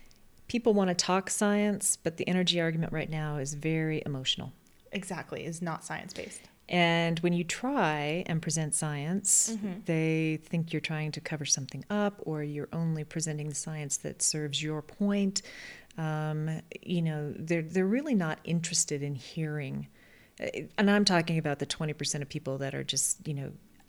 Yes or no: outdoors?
no